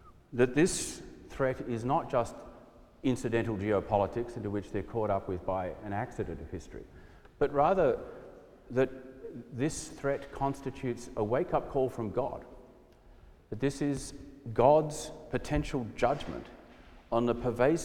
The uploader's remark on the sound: preached at our celebration of the Holy Eucharist on the Fourth Sunday after the Epiphany